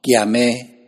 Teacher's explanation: 咸第五声，后壁变第七声 · Term: 无固定轻声